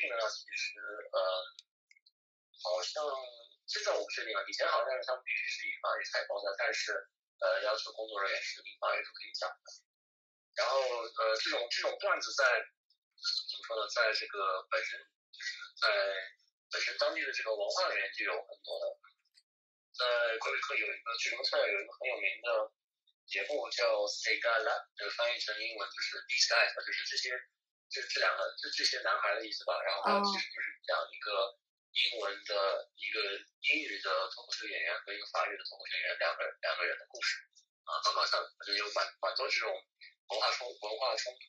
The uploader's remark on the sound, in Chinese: 电话连线不可避免有杂音，见谅